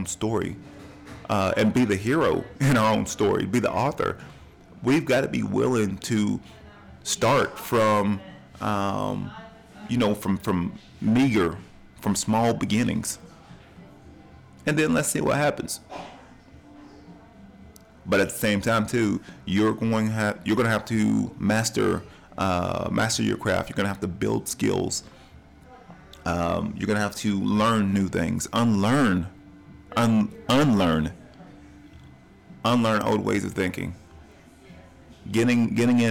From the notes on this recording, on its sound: During my coffee tours, I recorded this episode at Ocoee Coffee Company, in Cleveland, TN.